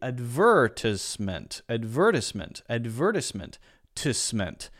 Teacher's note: So there's an S sound instead of a Z sound. But I think the important difference there is on the stress of the syllable, stressing the second syllable rather than the first syllable.